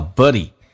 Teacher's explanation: But 跟 it 连在一起叫 buddy, 同时 t 不用发音。